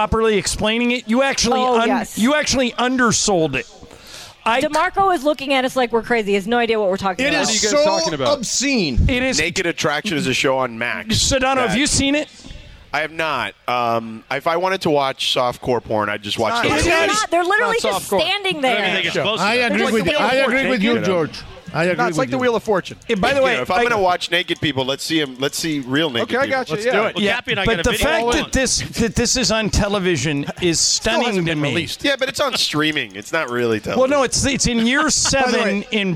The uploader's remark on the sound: Live from Yaamava' Resort and Casino.